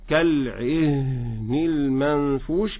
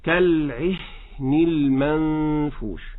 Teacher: الهاء همس لا تهتز الأوتار الصوتية معها وليست مجهورة · Shown in: second take